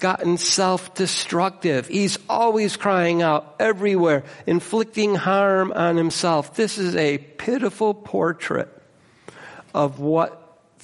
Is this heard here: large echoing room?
yes